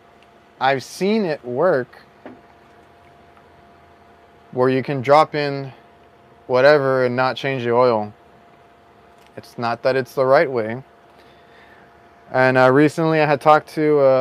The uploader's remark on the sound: Live From My Van. We actually live streamed from my van.